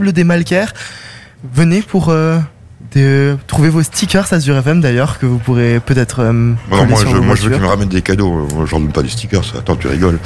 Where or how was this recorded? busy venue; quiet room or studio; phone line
busy venue